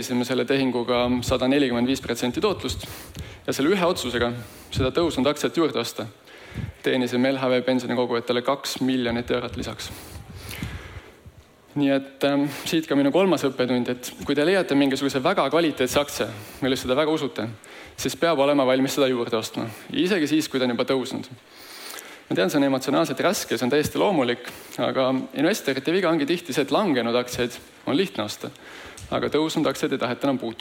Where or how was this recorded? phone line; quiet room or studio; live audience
live audience